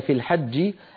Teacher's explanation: الجيم التي كانت مكسورة في الوصل لما نقف عليها تسكن وتتقلقل